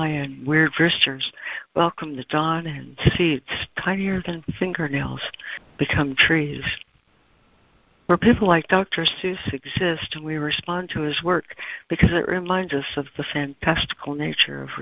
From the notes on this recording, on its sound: ACIM Daily Conference Call.